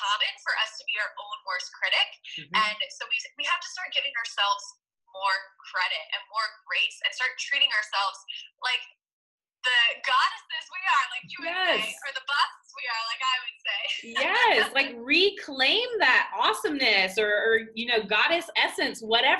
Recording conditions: video call